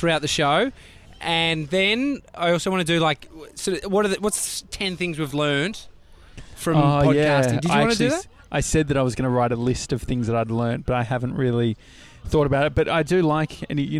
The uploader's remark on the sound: We drive 2 hours to Shepparton. LIVE from a bar in Shepparton.